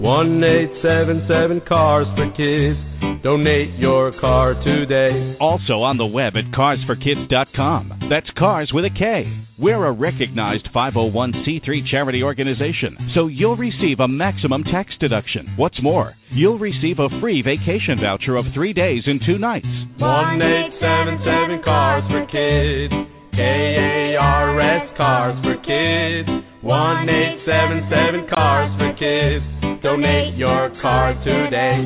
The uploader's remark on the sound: GB/DET Recap + Your Phone Calls!